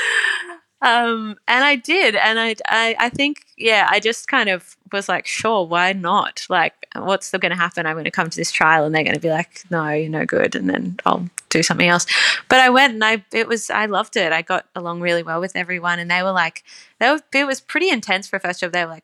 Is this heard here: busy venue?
no